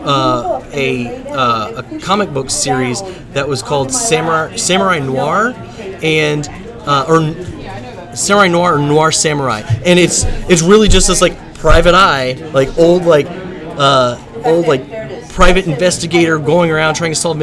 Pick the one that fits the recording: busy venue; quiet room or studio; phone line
busy venue